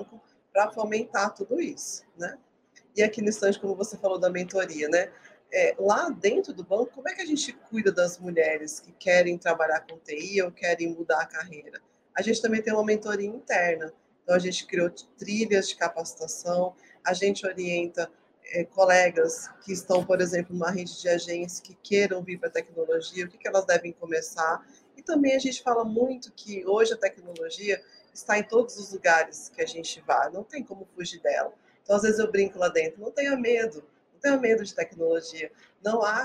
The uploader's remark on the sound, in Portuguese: O episódio 109 foi gravado diretamente do Web Summit Rio, realizado de 1 a 4 de maio de 2023.